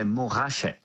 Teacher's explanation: in French, we don't pronounce the T, we say Montrachet